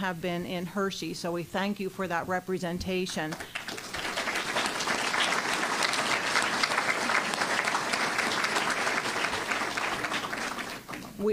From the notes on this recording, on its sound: Live from Bishop Guilfoyle Catholic High School on Talk Radio 98.5 WRTA, Altoona PA.